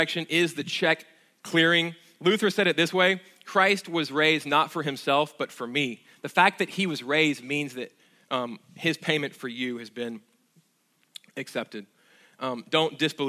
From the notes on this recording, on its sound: at Sojourn Galleria Church on Easter Sunday, April 21, 2019.